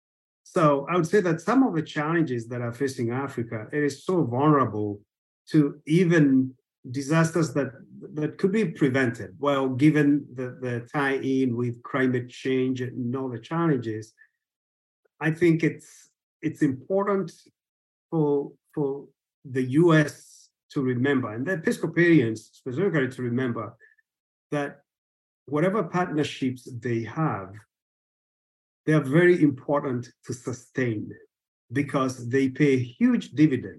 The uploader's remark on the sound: A recording of a recent webinar.